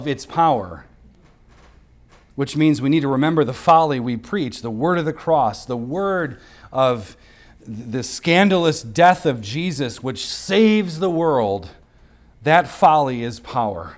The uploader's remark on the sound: recorded on Sunday, January 28th, 2024, at the weekly worship gathering of Cross & Crown Church